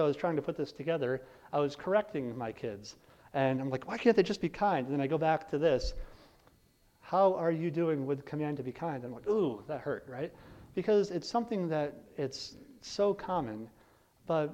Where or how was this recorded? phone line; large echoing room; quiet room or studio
large echoing room